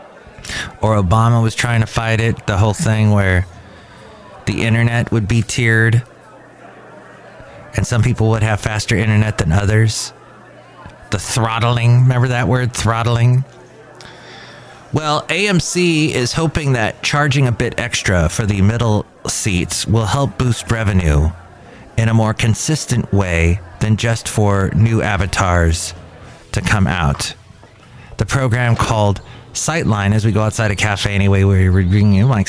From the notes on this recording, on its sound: podcasts live from Cafe Anyway